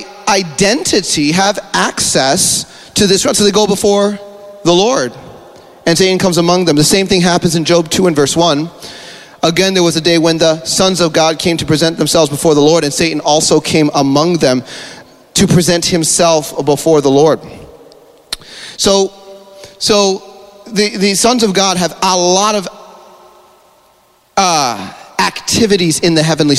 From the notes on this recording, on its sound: This is the Friday afternoon session from the Elementals Conference in Adelaide Australia at Field of Dreams church in March 2023.